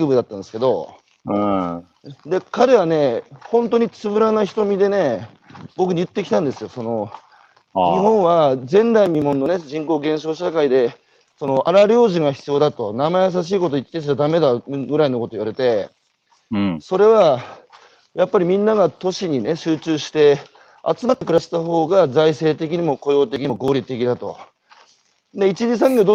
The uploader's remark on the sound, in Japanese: 歩くラジオ。歩きながら1時間、対談する。